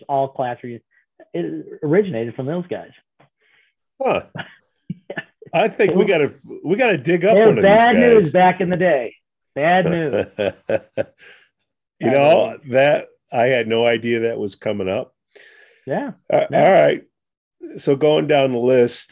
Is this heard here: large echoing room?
no